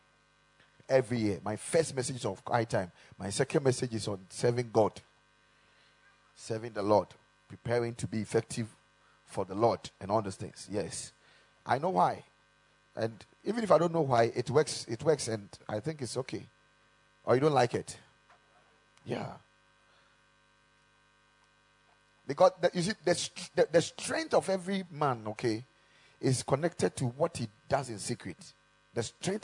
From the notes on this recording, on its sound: Preached at the Kingdom Sight Service